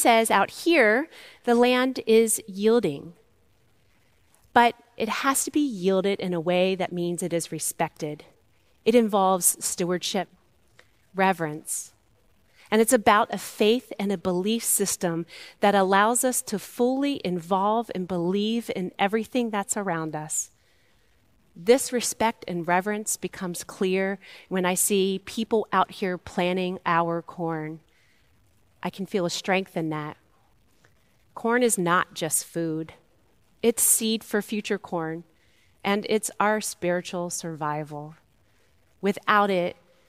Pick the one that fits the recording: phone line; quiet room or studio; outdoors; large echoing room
large echoing room